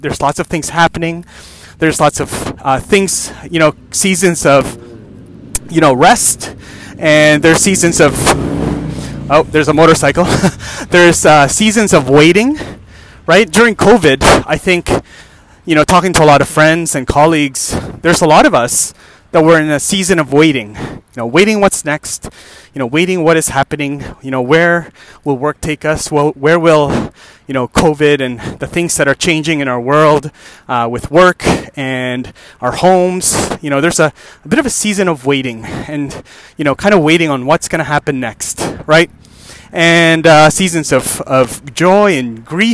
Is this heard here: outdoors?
yes